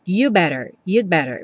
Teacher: esse you'd better muitas vezes é tão reduzido que vem you better